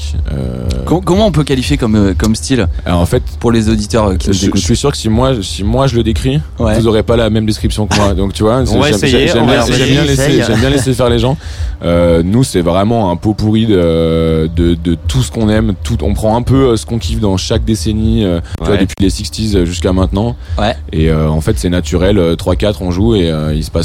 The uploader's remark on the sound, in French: en direct de la Douve Blanche Festival